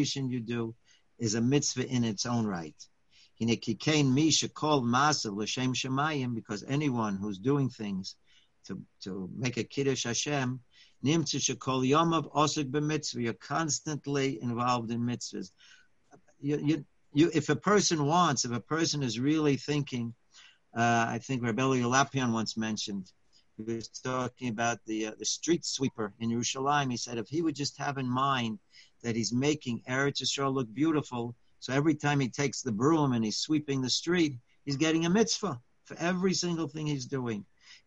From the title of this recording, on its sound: Live On Zoom